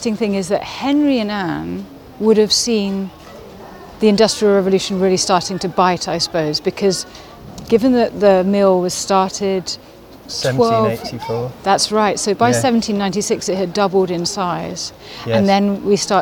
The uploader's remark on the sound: Quarry Bank, one of Britain's greatest industrial heritage sites. Amble around Quarry Bank's vast estate and immerse themselves in the sights and sounds his ancestors experienced. Stopping by key places along the way, including the cottage his 5 x great-grandparents lived.